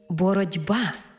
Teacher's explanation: «Боротьба», бо дзвінкий приголосний «б» вплинув на попередній глухий «т» і зробив його дзвінким «д». Іншими словами, глухий «т» уподібнився під впливом дзвінкого «б» до «д».